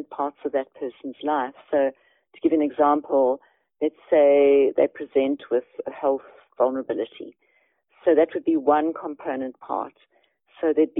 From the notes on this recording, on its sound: Eavesdrop on a telephone conversation